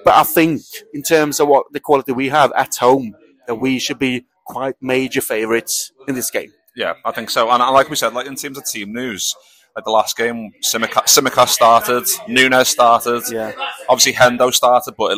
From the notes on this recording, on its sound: live in The Lion Tavern